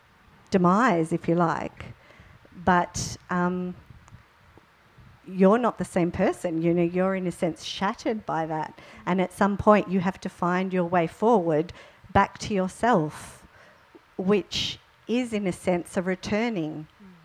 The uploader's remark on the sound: This panel took place as part of the 2019 NT Writers' Festival--Alice Springs